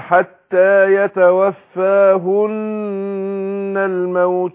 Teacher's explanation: يبقى راحت النون مشددة تاخد نون حركتين · Term: الغنة